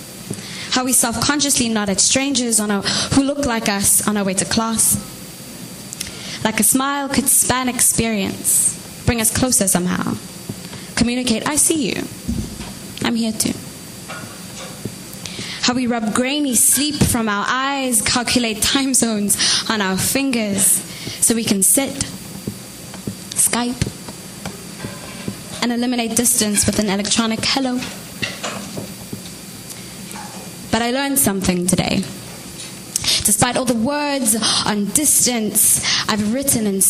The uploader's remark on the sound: Live from the Vancouver Poetry Slam